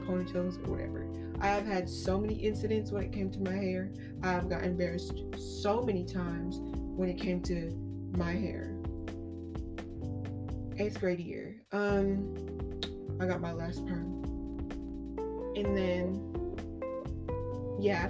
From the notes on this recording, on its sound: Excuse the Microphone, technical difficulties.